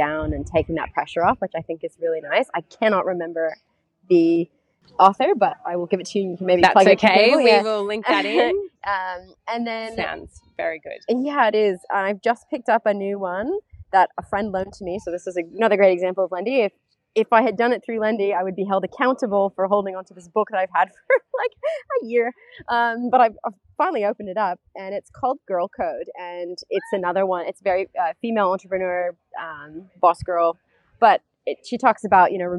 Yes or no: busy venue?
yes